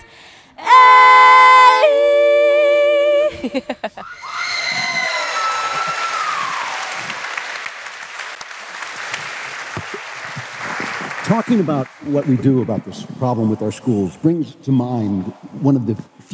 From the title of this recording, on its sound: Daily Wire Backstage: Live at the Ryman